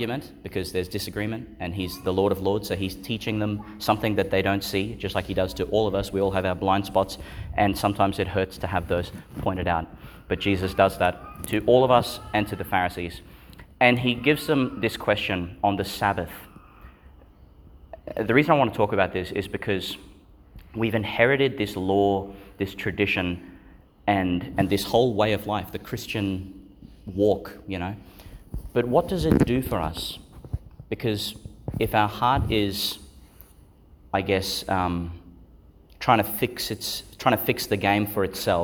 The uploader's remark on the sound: delivered at Our Lady Star of the Sea Church, Gladstone, Qld.